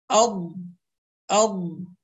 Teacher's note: لما يتحرك اللسان إلى الأمام قليلا بفعل قوة ضغط الهواء، هذا يسمى استطالة